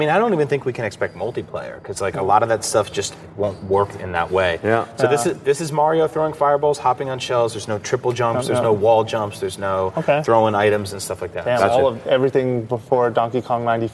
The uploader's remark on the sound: The Nintendo Voice Chat is coming to you live from E3 2014!